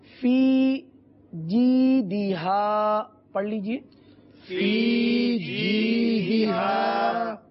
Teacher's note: اب فی کو الگ کر کے اس لیے پڑھایا گیا کہ عموماً یہاں پر یوں غلطی کرتے ہیں فی جی دیہا، یعنی فا یا زیر فی کو ایک الف تک کھینچنا ہے لیکن بغیر کھینچے پڑھتے ہیں · Term: حروف مدہ